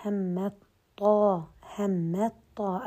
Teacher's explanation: همات طا ذهب الحرف لكن صفة الإطباق اللي في الطا بقيت · Term: الإدغام الناقص